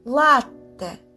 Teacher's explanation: На конце пишем букву «е», а произносим – звук т твердо